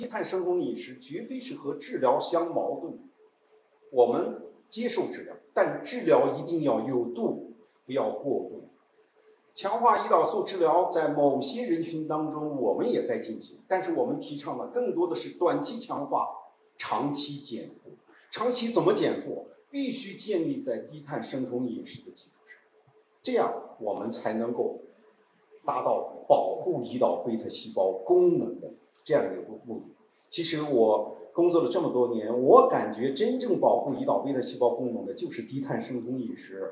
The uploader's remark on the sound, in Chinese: 低碳医学与技术产业协会筹备会现场采访